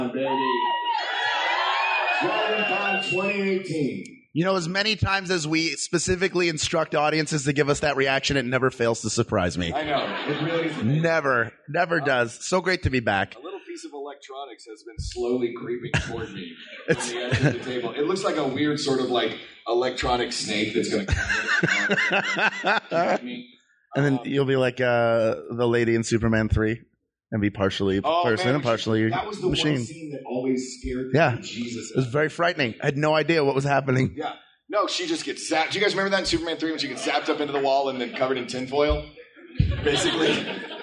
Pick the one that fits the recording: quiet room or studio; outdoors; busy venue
busy venue